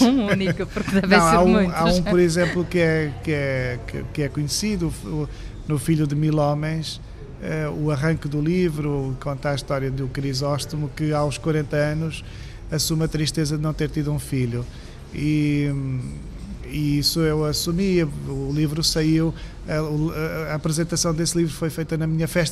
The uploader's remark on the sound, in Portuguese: em direto do Festival Literário da Madeira